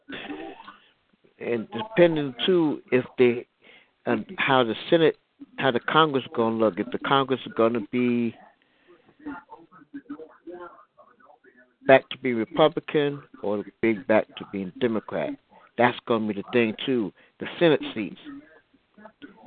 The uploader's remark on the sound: As well as your phone calls.